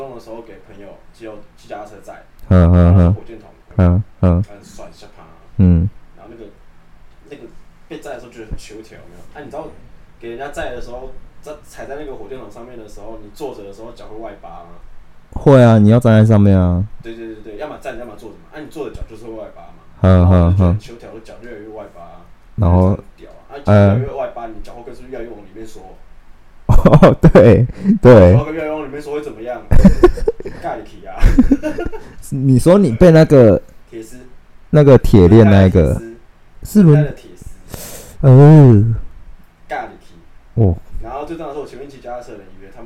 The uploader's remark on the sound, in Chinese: 鬼月期間錄音設備沒有乖乖